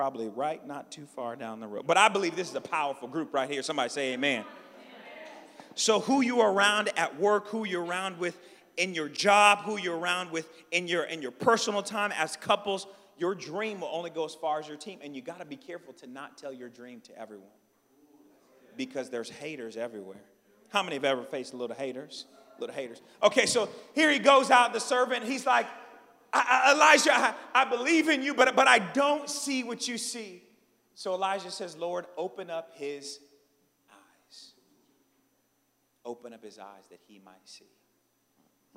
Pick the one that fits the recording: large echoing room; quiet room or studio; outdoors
large echoing room